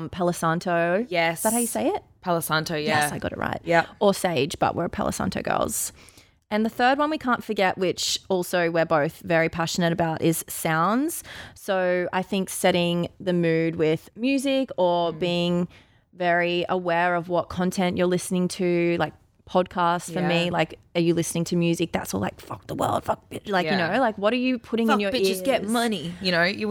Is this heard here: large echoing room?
no